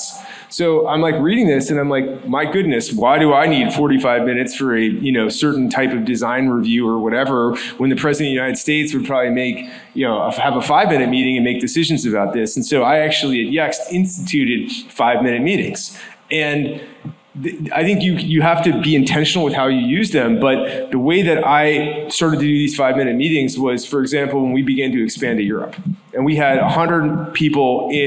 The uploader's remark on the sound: This conversation was recorded at the BUILD Summit in New York.